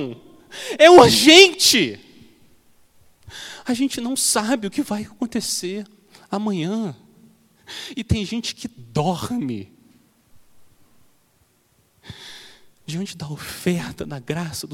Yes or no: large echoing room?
yes